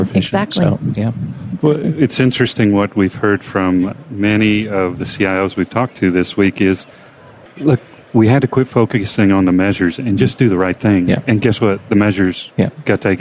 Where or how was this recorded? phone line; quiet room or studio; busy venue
busy venue